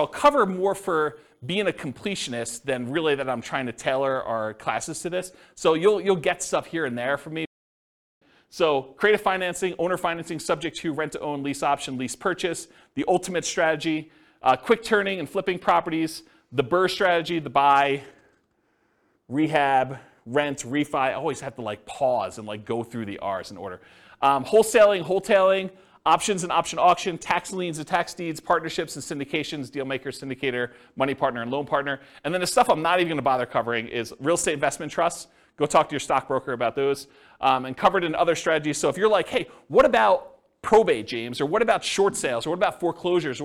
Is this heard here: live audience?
yes